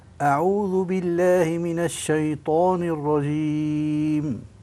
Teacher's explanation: والجيم خالصة من غير شين